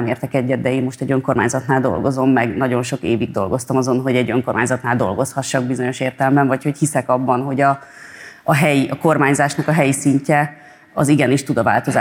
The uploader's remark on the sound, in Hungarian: A Partizán március 15-i rendezvénye. Az OSA Archívumban gyűltünk össze március 15-én szerdán.